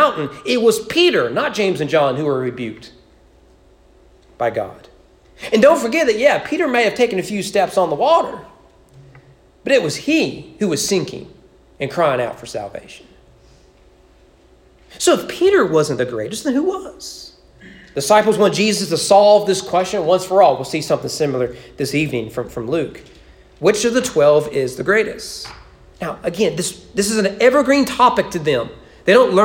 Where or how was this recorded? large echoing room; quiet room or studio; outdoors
large echoing room